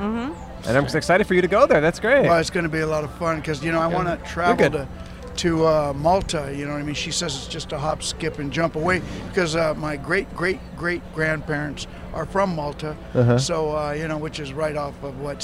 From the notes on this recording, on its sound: Outside In Seattle (Pike Place Market!). We recorded in front of the famous market for fish and tourism.